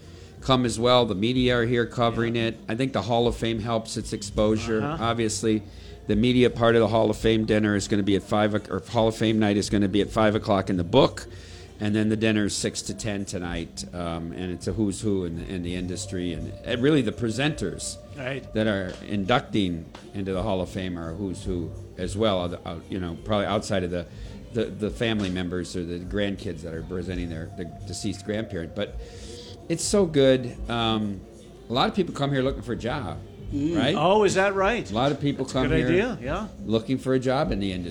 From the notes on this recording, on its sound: Live from Circa Las Vegas